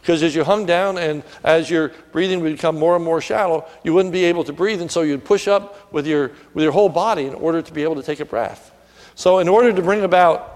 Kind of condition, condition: setting, large echoing room